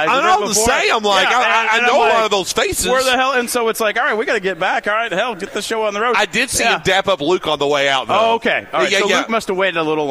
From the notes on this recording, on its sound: Broadcasting live from BW3s on Westport Road!